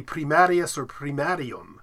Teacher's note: the long I in Latin was pronounced e